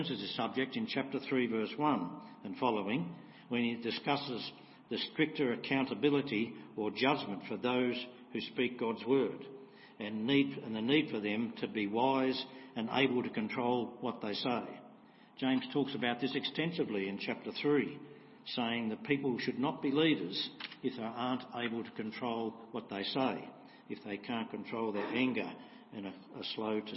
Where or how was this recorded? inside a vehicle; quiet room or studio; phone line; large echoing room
large echoing room